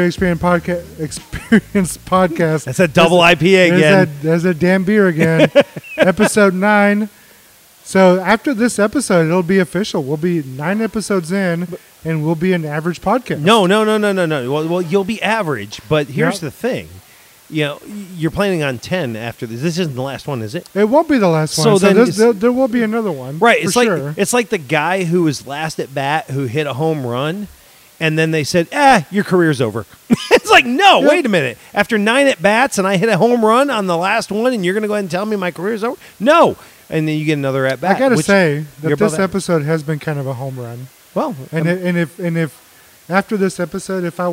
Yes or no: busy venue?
yes